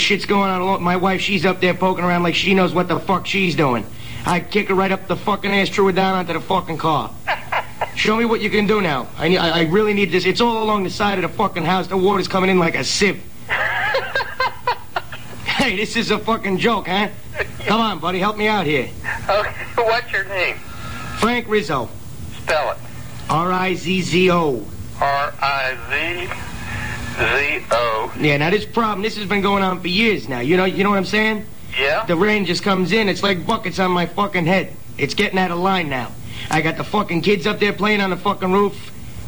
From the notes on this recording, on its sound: 44 Crank Calls.